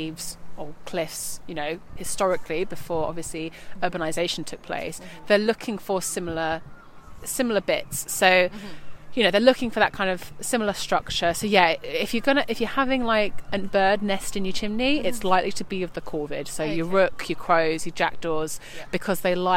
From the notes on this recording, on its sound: This episode was recorded in Queens Park, Brighton.